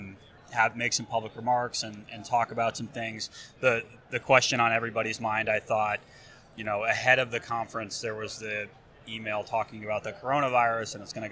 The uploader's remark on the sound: live from the San Diego Convention Center